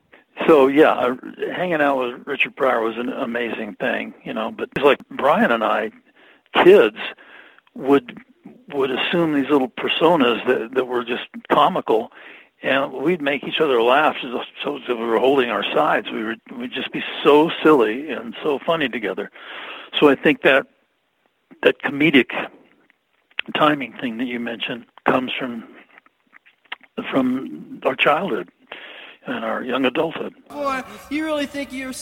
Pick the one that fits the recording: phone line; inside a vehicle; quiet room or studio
phone line